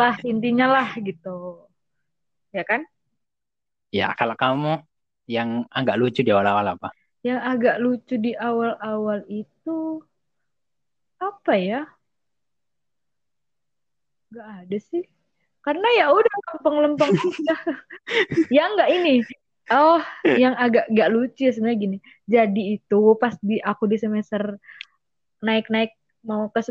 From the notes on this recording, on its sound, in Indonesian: Mohon maaf atas suara yang kurang jelas dikarenakan kondisi jaringan pada saat rekaman kurang stabil.